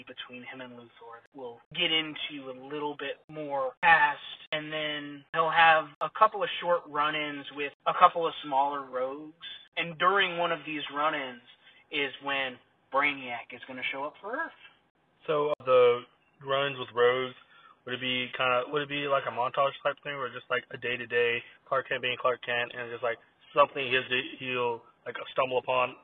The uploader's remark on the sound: Sorry for the poor audio this part